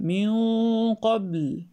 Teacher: خلي بالك من قلقلة الباء ما تكون فتح